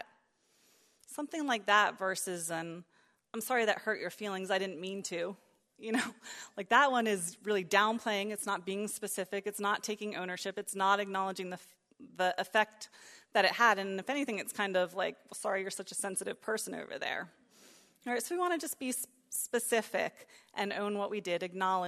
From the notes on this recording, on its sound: preached during the third session at our 2022 Women's Retreat on April 9, 2022